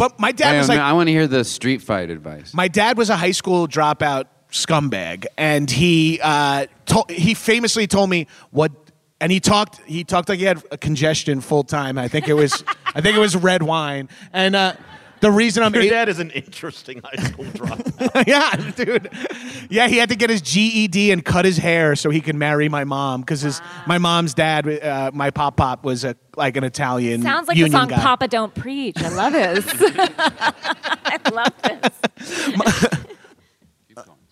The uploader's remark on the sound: Live from Treefort Music Festival